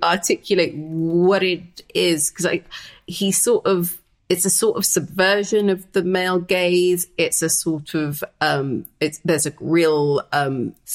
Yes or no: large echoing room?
no